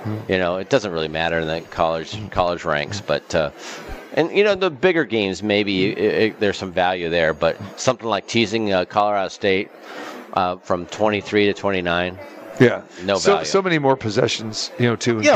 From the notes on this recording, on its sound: Live from Super Book at the Westgate Las Vegas.